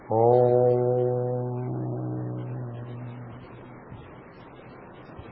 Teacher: The sound has to happen as a nasal sound. Nasal sound. The air should pass through the bridge of the nose. It should make a knock at the brow center.